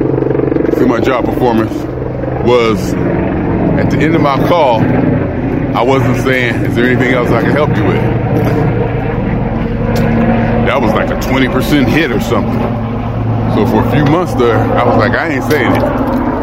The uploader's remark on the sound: Me Walking Talking